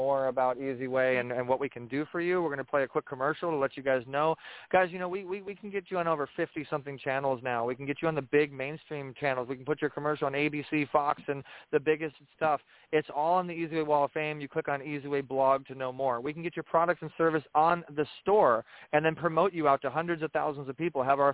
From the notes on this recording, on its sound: This is a call in podcast. This podcast is broadcasted live on Blog Talk Radio and then put on IHEART Radio via the eZWay Network.